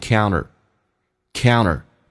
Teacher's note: counter 如果有可能还可以这个有一种这个偷懒的方式，就是 NT 组合，可以把 T 去掉